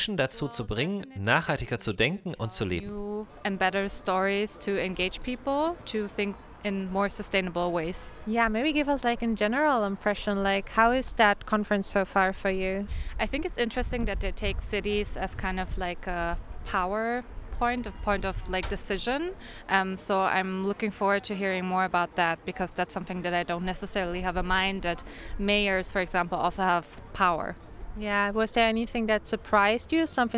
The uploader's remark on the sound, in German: Q BERLIN 2022. Live Aufnahmen und Interviews von der Konferenz.